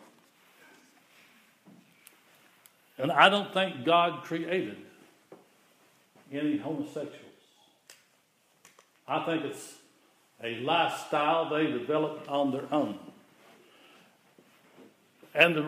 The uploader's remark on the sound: The following is an audio recording of the Sunday service at Persia United Methodist Church in Rogersville, TN.